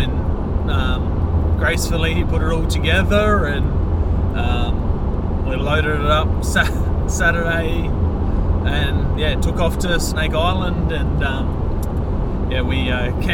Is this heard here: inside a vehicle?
yes